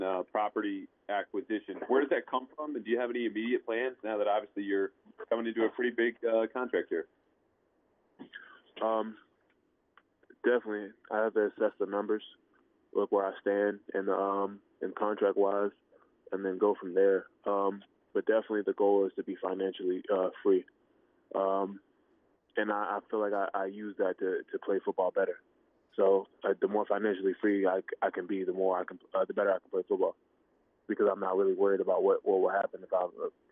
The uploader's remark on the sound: New England Patriots Introductory Media Teleconference.